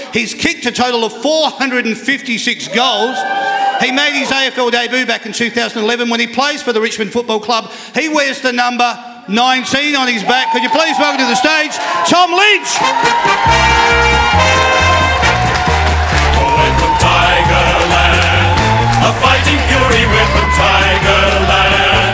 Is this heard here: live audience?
yes